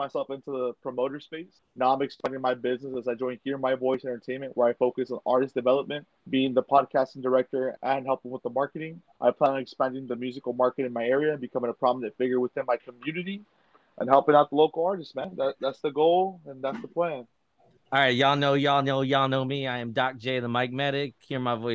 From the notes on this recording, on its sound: On a Sunday evening conference call.